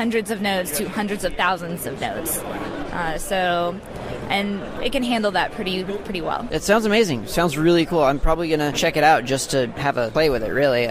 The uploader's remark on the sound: At the All Things Open Conference. OpenNMS at All Things Open Conference.